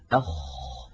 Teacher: من أولى صفاته أنه مهموس، يعني يجري معه النفس، أخ، فلا بد من إجراء هذا الهمس الذي هو جريان النفس. أيضا الخاء حرف رخو، يعني قابل للتطويل، يجري معه الصوت، أخ، جربوا هكذا، أخ، تجدون بأن الخاء في هناك معها هواء يجري، وصوتها أيضا قابل للتطويل، فهي حرف رخو.